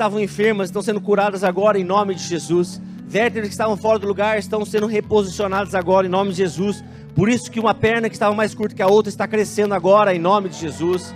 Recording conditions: large echoing room